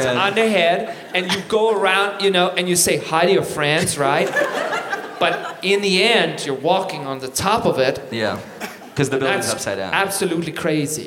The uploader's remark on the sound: Live at MacEwan Hall in Calgary!